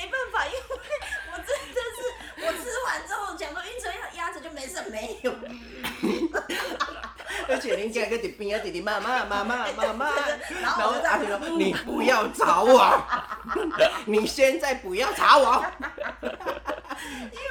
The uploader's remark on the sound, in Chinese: 因錄音場所有更換的關係，音量會忽大忽小聲，敬請見諒！